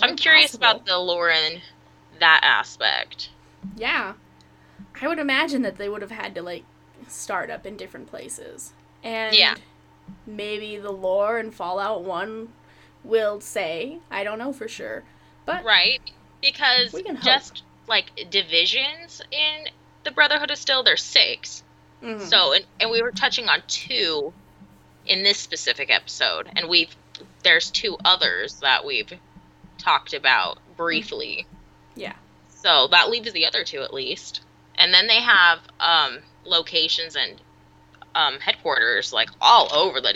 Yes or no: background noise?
yes